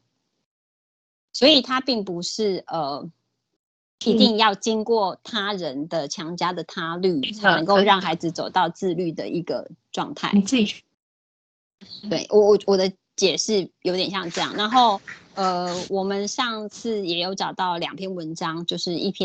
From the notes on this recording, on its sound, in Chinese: 此為線上課程錄音檔